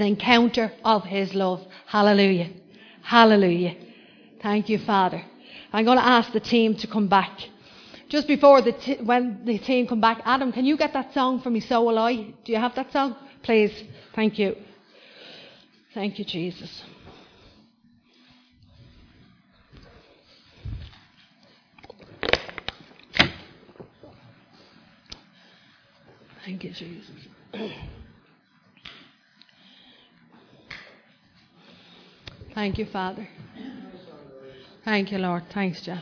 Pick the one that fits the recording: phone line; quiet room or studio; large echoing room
large echoing room